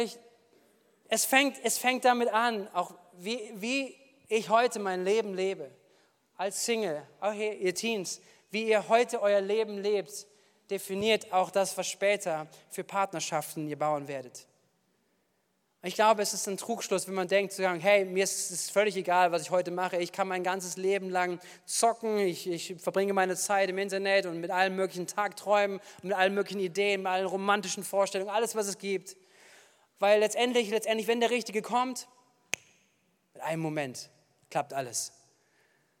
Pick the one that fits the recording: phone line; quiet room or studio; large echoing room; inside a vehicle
large echoing room